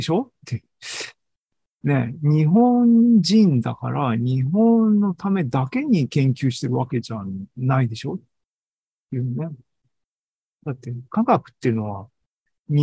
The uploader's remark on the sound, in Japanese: ２０２３年８月２６日に開催した ZOOMライブの模様です